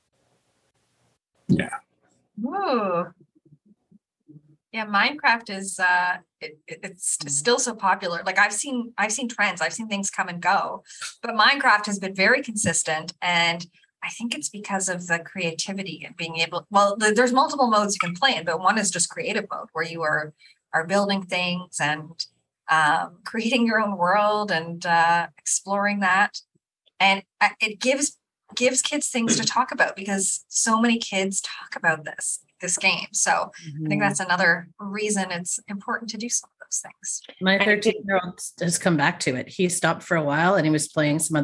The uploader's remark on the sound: this was initially recorded as a video webinar